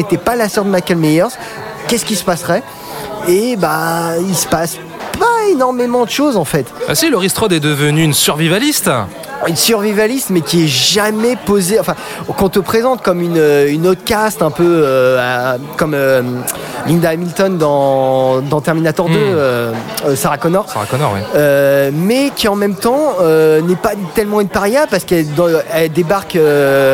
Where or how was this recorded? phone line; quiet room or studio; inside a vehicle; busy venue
busy venue